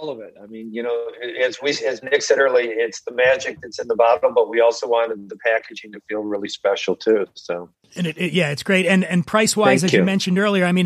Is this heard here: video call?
no